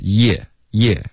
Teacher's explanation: 有一个耶耶的开头，这是因为你的舌头是贴着上颚，然后有一个降下来的一个滑动 · Term: 耶的音